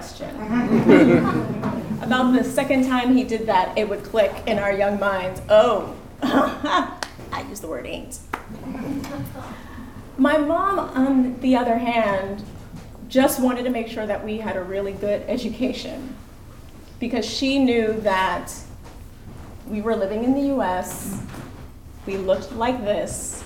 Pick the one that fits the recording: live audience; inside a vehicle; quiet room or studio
live audience